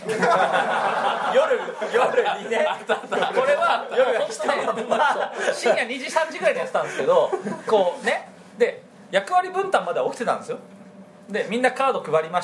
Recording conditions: live audience